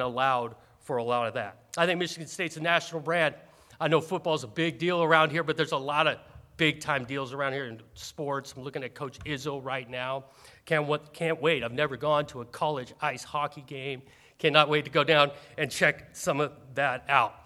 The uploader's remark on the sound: introduced at a press conference on campus on November 28